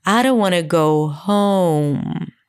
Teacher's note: The main difference that emerges from this is that in English, home was higher in pitch.